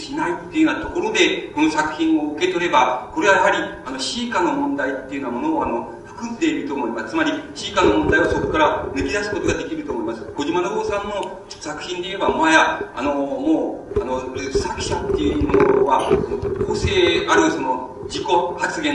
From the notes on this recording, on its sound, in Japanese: 場所：千代田区一ツ橋・一橋講堂。82現代短歌シンポジウムin東京 として２日間にわたり開催された シンポジウム幕開けの講演。録音者の手元ノイズが入っている。